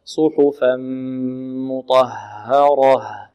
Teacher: تنوين بعده ميم الإدغام، وقلنا لا نكز الشفتين مع الميم